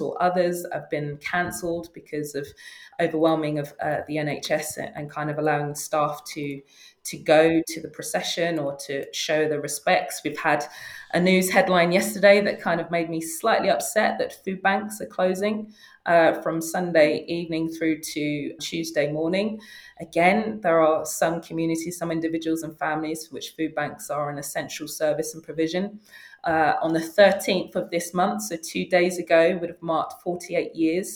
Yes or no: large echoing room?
no